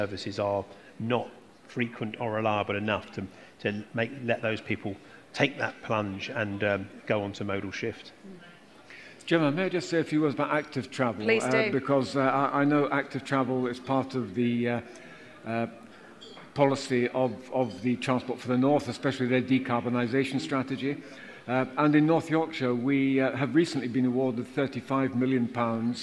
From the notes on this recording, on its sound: a special live recording of the Transport for the North Podcast at the #TfN21 Annual Conference event in Leeds